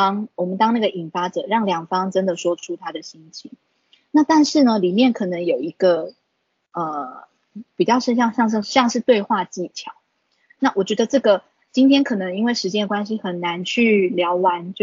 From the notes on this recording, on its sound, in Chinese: 此為線上課程錄音檔！